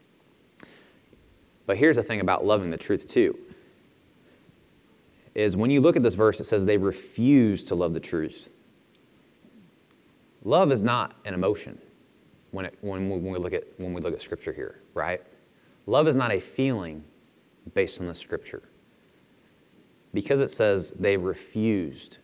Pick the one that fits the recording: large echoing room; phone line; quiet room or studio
large echoing room